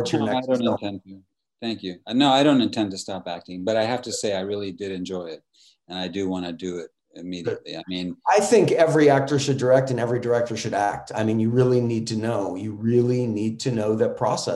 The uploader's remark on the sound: in a spoiler-filled virtual Q&A